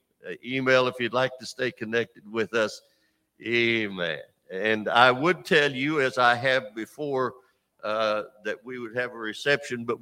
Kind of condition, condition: setting, large echoing room